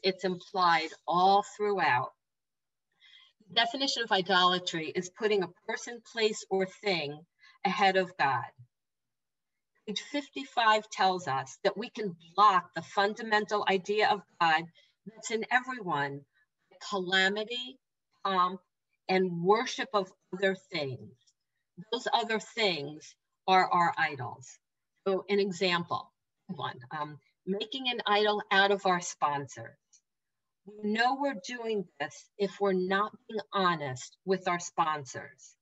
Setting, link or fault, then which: link, video call